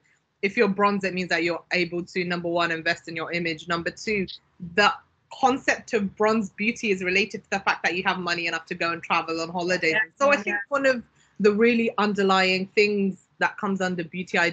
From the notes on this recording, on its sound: All podcasts are recorded over Microsoft teams and are within the guidelines of lockdown. This podcast was recorded during England's second lockdown.